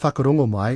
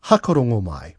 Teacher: So the W is dropped. · Shown in: second take